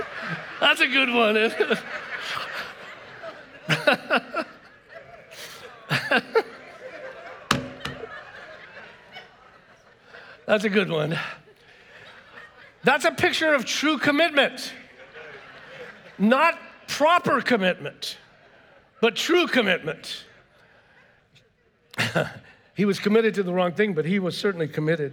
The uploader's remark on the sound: was preached on March 13th at the 10AM service